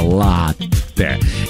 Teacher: несмотря на обилие гласных, произносится твердо, без мягкости, латте. Никаких тебе латте или латте с одной буковкой Т, нет, латте.